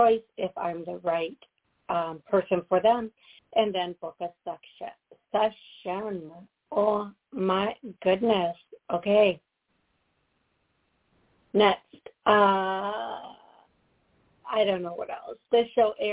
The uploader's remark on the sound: Live Call.